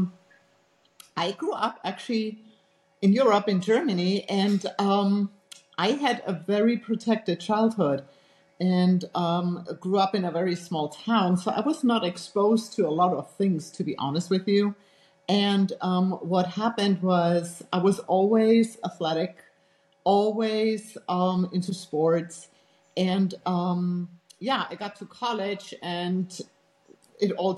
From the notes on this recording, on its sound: had some challenges with recording this episode, fault's from the video conferencing app, please bear with us!